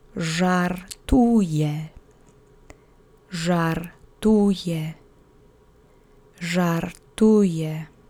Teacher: That means he, she, it is joking or playing around. You'll need your duck face to make the ż phoneme, and the accent is on the middle syllable.